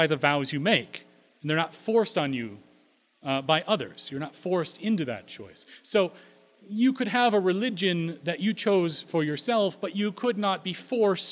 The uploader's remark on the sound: At Corona United Presbyterian Church, New Mexico.